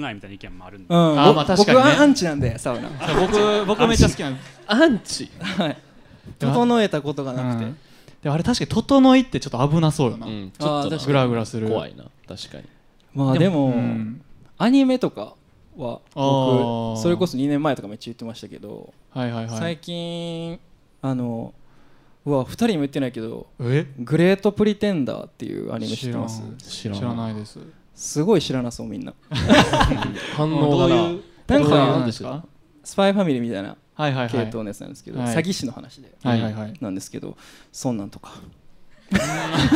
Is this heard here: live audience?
yes